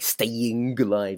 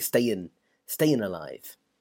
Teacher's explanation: when you listen to the song, they don't sing the G, do they? · Shown in: second take · They don't go staying alive, they say stayin' alive.